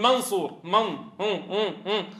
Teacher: صوت الغنه مفخم عند الصاد المستعليه